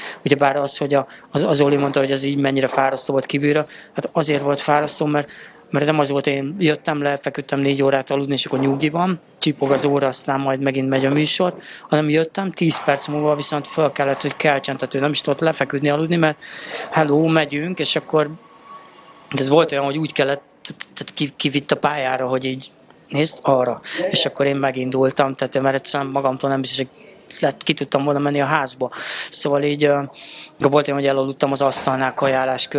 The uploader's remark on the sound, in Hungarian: A felvétel helyszínét a MAD DOG CAFE biztosította